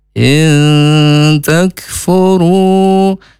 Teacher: In takfuru, jadi bukan hanya in takfuru tapi ditahan dua harokat supaya samar. Kemudian huruf kaf, ini makhrajnya dari pangkal lidah agak ke depan dan hamas atau berdesis. · Term: ikhfa akrub